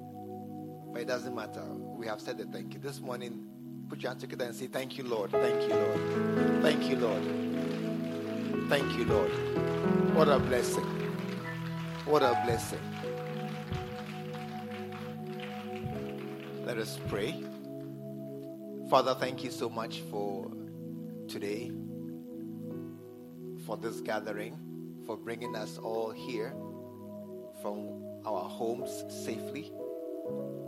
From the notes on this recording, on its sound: at the SAT service, True Vine Cathedral, Bantama